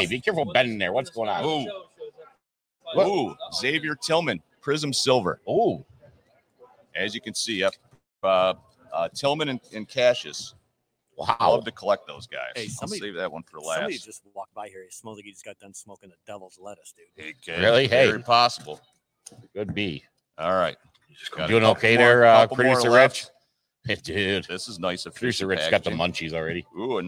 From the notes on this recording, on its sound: Live from inside the Pro Sports Zone at Laurel Park Mall for the 1st Pro Sports Zone Card Show.